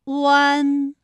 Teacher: 双唇同时有一个从合变开再变略展的动作，发出前鼻尾复合音读作弯